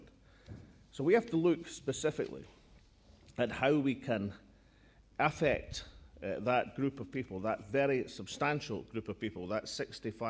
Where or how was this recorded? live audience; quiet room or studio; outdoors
live audience